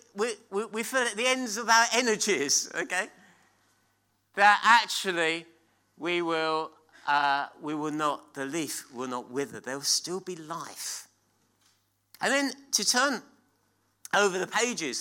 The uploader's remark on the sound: At King's Church, Cockermouth.